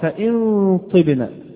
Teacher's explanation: وأيضا من أمثلة المخارج الفرعية حينما يقترب الحرف في الإخفاء من الذي بعده، النون مثلا إذا اقتربت من الطاء فإن طبنا، فهذه الغنة بين النون والطاء